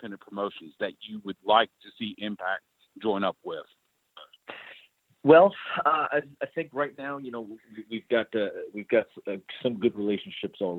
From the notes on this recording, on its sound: This is the full audio from the March 28, 2018 Impact Media Call.